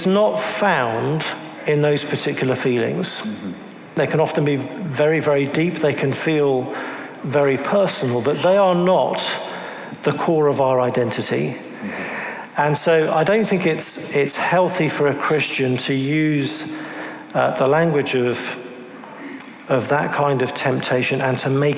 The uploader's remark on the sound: During a Q&amp;A series in Hamilton, Canada. During a Q&A series in Hamilton, Canada.